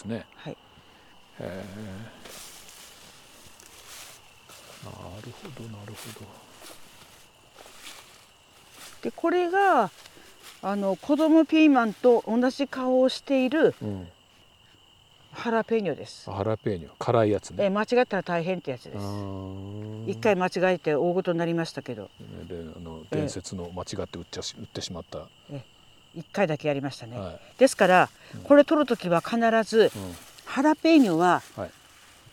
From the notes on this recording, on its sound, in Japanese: 久しぶりの畑からの現場レポート。